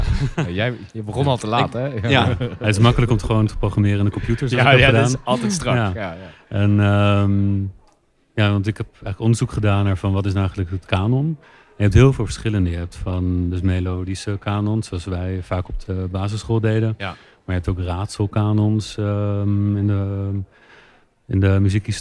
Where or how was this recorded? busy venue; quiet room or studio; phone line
busy venue